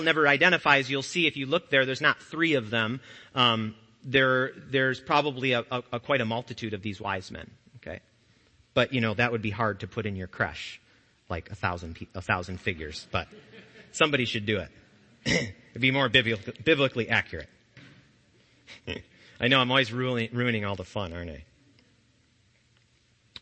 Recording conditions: large echoing room